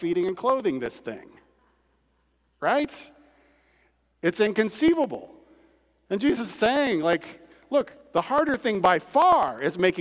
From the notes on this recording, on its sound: At Redeemer Church on February 27, 2022. Was preached from Matthew 6:25–34 at Redeemer Church.